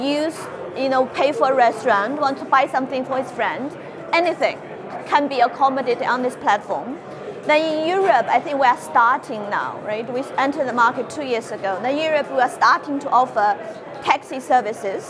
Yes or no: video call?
no